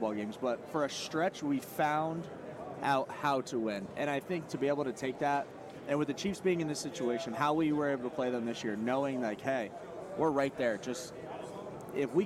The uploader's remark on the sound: From Radio Row. Live on Radio Row.